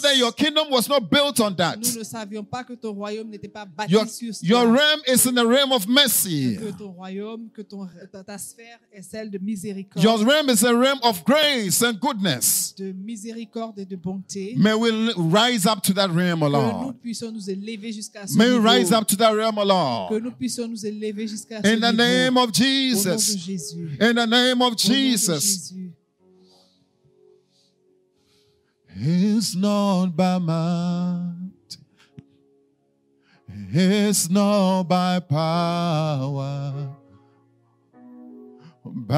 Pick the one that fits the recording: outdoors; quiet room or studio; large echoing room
large echoing room